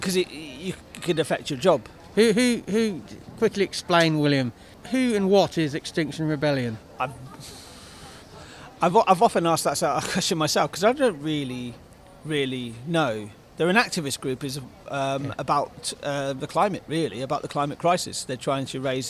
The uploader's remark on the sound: In another out and about recording at the East Oxford Farmers' and Community Market, with a small audience watching